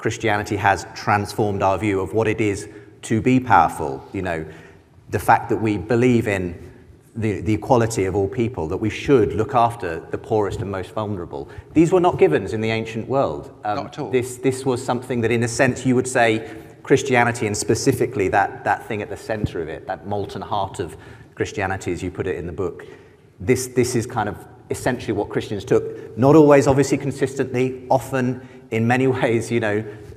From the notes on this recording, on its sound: The second part of a conversation recorded live. At the IllumiNations Europe conference in Scotland.